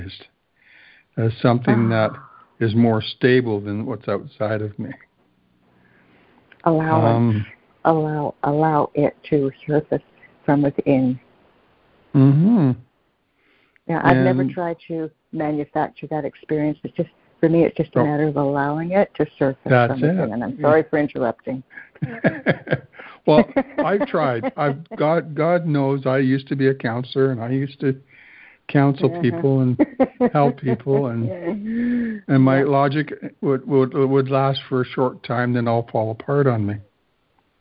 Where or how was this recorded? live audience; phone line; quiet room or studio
phone line